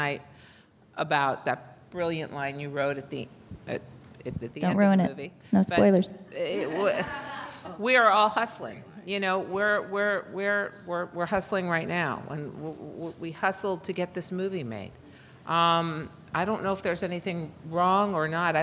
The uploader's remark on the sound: Live from TIFF! Live from the Toronto International Film Festival.